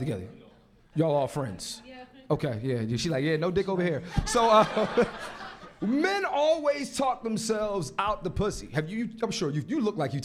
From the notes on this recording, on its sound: Live From New York City. Live at Caroline's in New York City. Live Podcast.